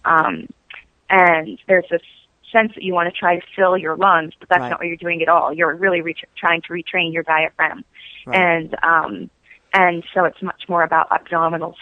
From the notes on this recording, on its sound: spoke by phone with her